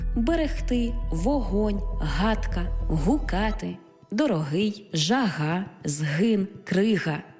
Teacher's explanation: Буква «Г» передає на письмі глотковий щелинний приголосний